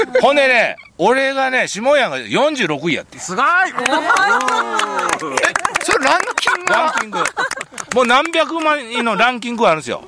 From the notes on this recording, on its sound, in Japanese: 長野県ビーナスラインの霧ヶ峰高原にて。バイクツーリングをして青空対談収録を開催いたしました。